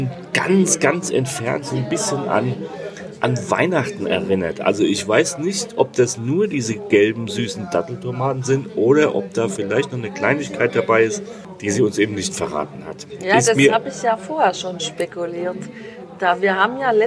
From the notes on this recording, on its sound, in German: Mit einem leichten weißen Bombino im Glas und einem herrlichen Blick über das tiefblaue adriatische Meer berichten wir dir live aus einem Ristorante oberhalb von Tricase Porto.